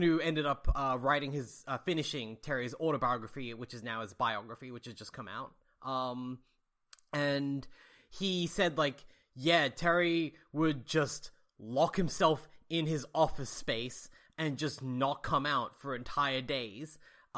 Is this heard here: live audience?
no